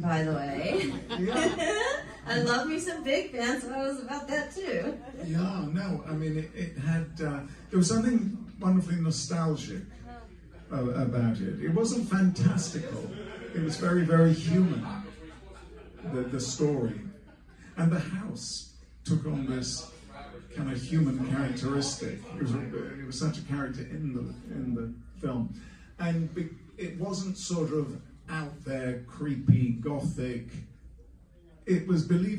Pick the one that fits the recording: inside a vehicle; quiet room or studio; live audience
live audience